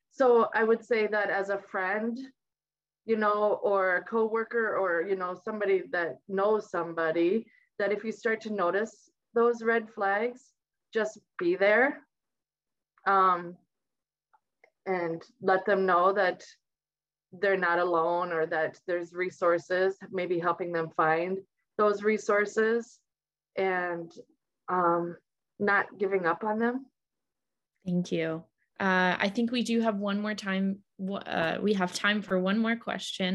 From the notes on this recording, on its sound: Recorded live on Zoom